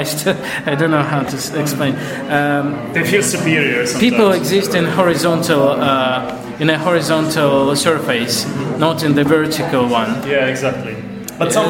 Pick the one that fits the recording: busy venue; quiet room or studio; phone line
busy venue